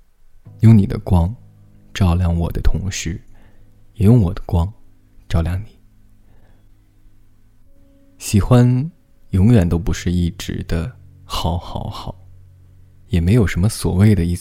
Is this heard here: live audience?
no